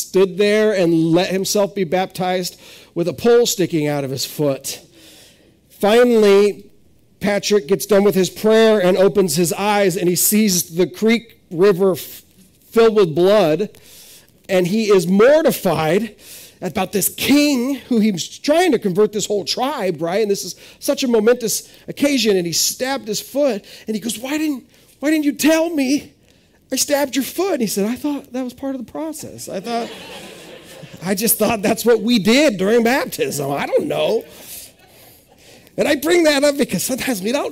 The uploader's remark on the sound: This is audio ripped from the Live Service video.